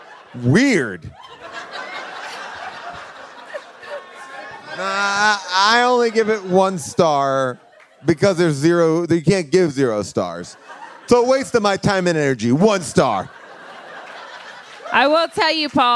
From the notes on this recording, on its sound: Recorded LIVE from Largo in LA